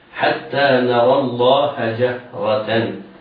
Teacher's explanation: الجيم والهاء مرققتان، الراء مفتوحة مفخمة